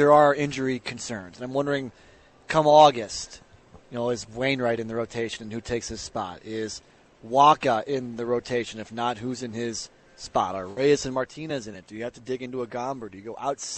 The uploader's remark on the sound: broadcasting live from Schnucks in St.